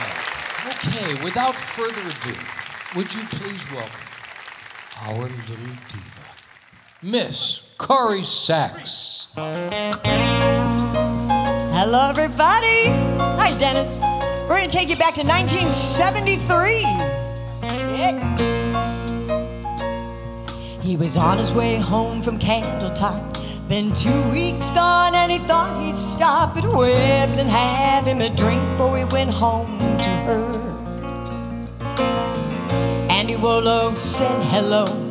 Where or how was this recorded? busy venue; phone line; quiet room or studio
busy venue